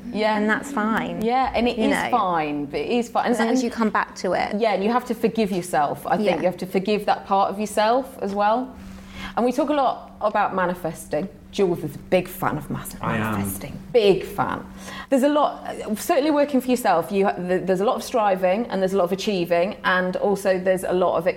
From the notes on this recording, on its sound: Wobble is live at Byrdie HQ in Central London. In front of an invited audience of Wobble listeners and Byrdie super fans.